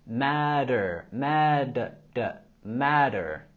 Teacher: En la palabra matter tenemos el sonido flat T que suena como un sonido D. Matter, mad, d, matter.